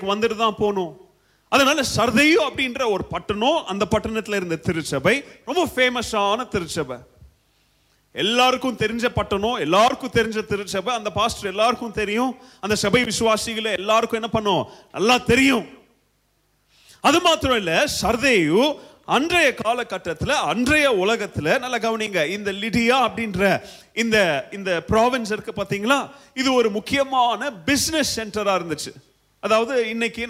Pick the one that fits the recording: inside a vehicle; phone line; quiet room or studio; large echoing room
large echoing room